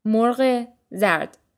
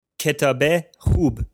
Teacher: In this case, morg is the noun and zard means yellow, and we link the two using the sound e, the ezafe